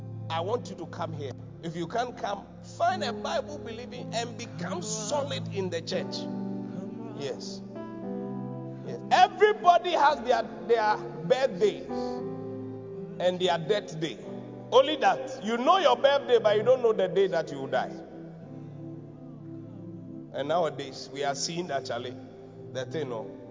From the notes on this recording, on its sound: Preached at the Qodesh